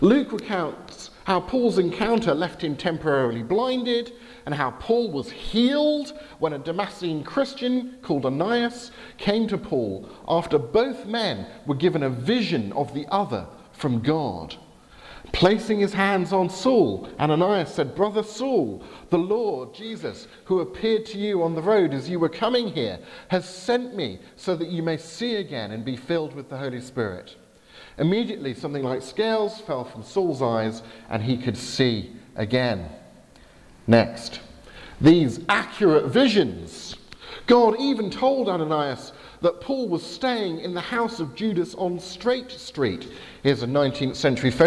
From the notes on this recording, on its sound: Service at Highfield Church Southampton. Due to technical problems I had to have the IT folks at the back of church advance the power point slides I was using on my behalf.